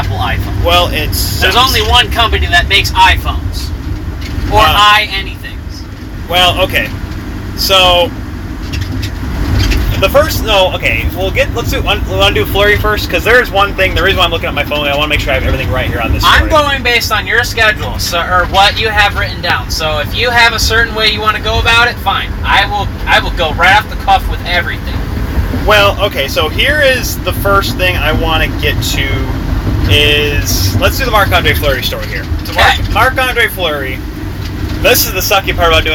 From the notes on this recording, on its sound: The Free Agent Truckcast. While driving a moving truck.